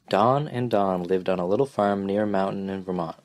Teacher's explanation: a strong glottal stop, dropping the T's, but not a lot else